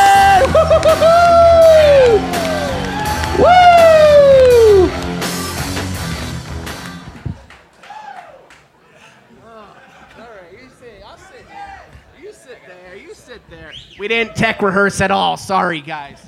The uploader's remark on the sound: Live from SXSW.